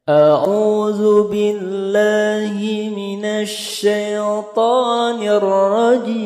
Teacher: Jadi a'udzu billahi minasyai itu datar semua. Kemudian pada bacaan to itu naik. · Term: irama Hijaz